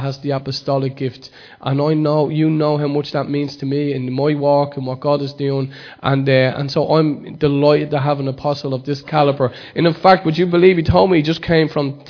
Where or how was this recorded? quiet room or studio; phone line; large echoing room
large echoing room